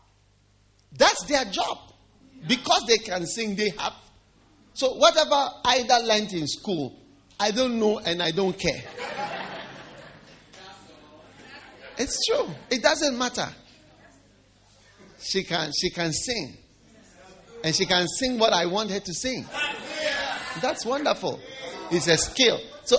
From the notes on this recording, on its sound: Preached at the First Love Church, Wisconsin University.